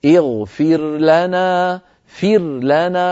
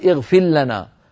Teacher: فتظهر الراء عند اللام · Shown in: first take